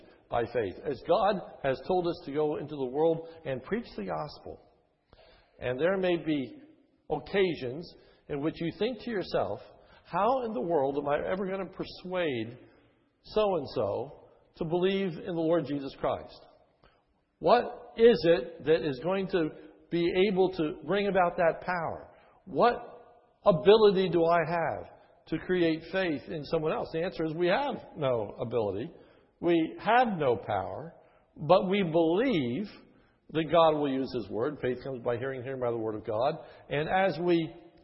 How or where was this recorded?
large echoing room